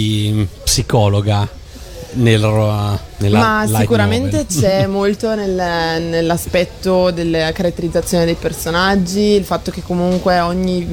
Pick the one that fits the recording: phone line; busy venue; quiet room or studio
busy venue